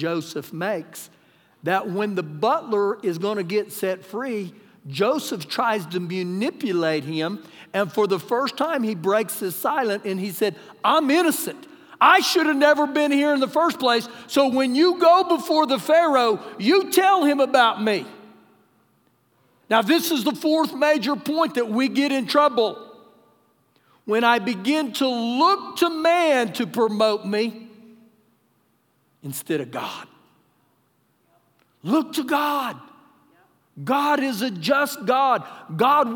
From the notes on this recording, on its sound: Recorded live during our Sunday morning service